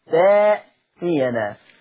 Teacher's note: وقرأ ورش بإبدال الهمز الساكن فيه تأتينا